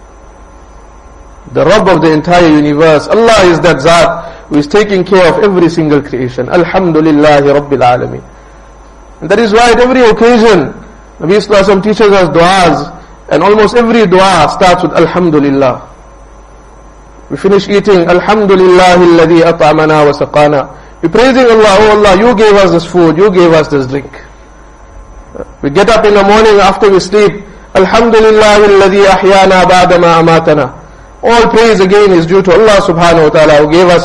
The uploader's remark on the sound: Jumuah lecture at Rockford Musalla